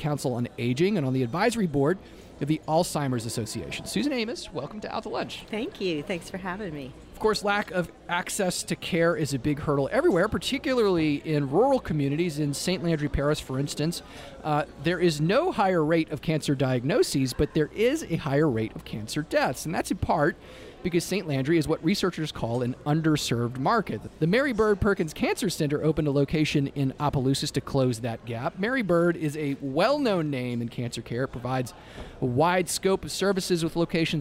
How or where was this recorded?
busy venue